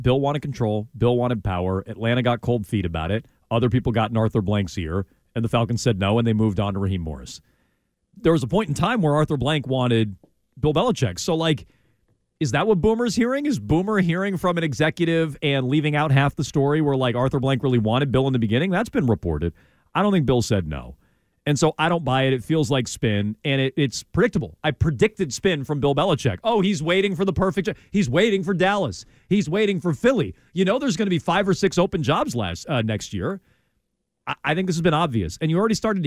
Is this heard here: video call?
no